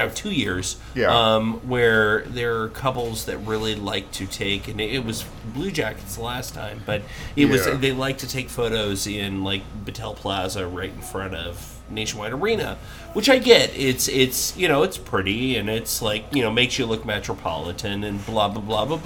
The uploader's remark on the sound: We decided to record a podcast during senior crawl.